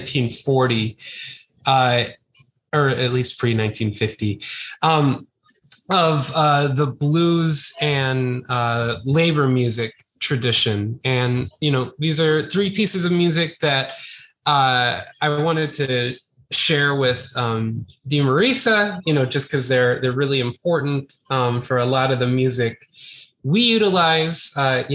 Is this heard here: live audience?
no